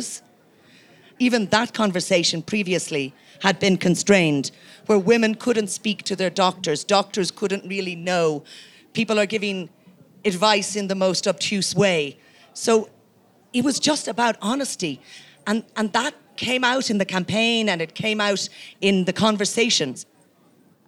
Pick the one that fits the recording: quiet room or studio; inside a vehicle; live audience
live audience